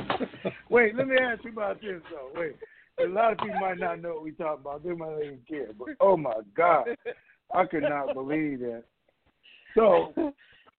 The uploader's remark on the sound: Conference Call